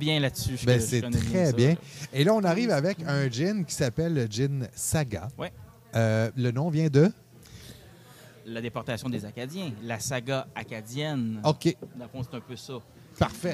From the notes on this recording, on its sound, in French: En direct du tout premier GinFest Boréal